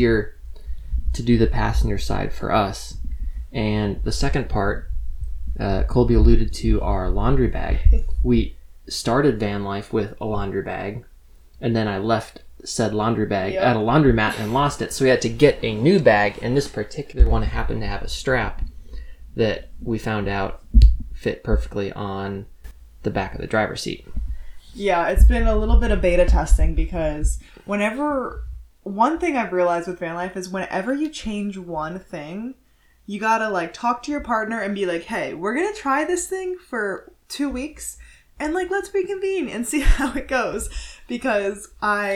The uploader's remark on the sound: Stick with us on the crumby audio, we ordered a new mic!